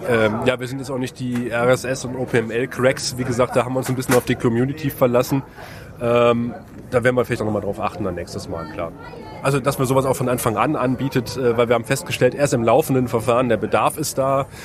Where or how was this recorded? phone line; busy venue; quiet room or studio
busy venue